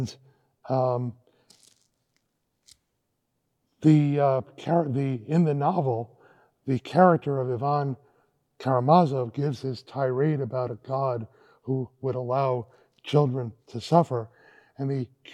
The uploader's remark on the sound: This lecture was given on March 8, 2023 at Vanderbilt University.